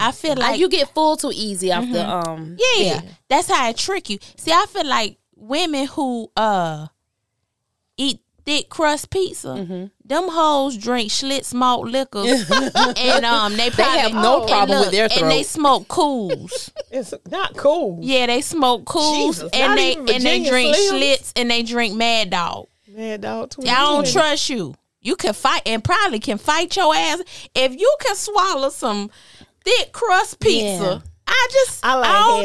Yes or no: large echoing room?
no